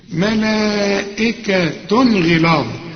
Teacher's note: واحدة، ملائكة غلاظ، احنا لما بنلاقي تنوين زي ده وبعده غين، الغين دي من حروف الإظهار يبقى هنا ما فيش غنة، ملائكة غلاظ ما تقولش ملائكة غلاظ، لا الزنة دي لا